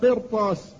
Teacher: فإن الراء تفخم لمكان حرف الاستعلاء الذي بعدها